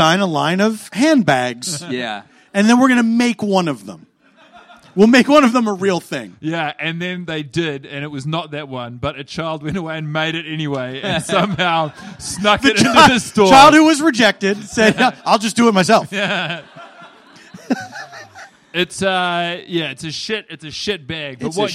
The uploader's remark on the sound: Live in LA. In front of a live Los Angeles audience.